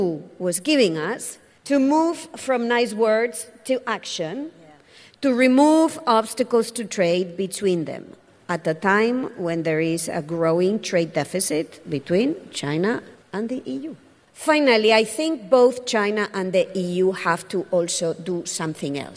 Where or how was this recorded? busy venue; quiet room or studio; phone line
busy venue